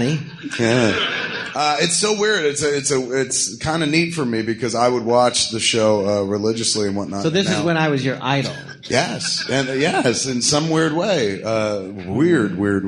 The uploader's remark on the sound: Recorded live at the Jon Lovitz Podcast Theatre.